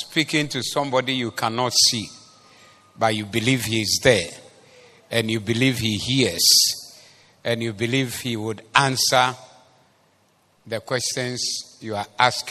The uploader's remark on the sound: Preached at the Zeloo Service.